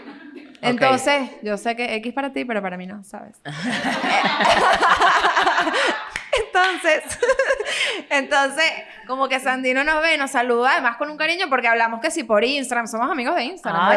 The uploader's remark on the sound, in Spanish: Hoy, en nuestro primer episodio en vivo, nos hemos lanzado a la aventura, rodeados de nuestros fieles oyentes